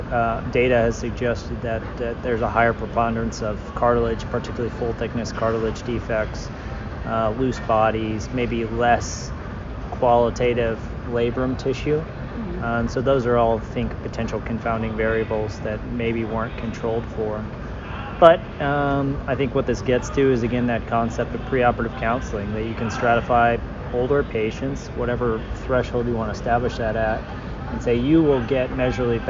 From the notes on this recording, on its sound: We’re coming to you live from the American Academy of Orthopaedic Surgeons annual meeting in Las Vegas, our largest orthopaedic conference. This year, over 20,000 orthopedic professionals gathered at the AAOS meeting to take part.